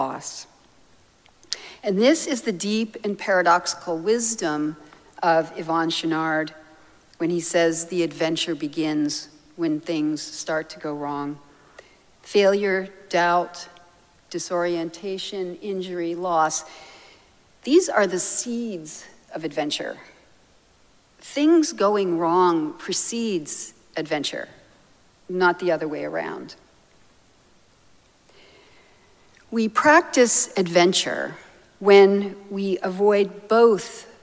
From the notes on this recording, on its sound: Recorded live at Arlington Street Church, Sunday, May 28, 2023.